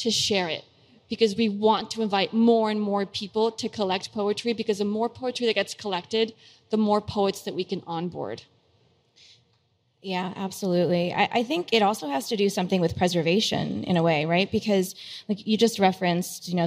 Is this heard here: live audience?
yes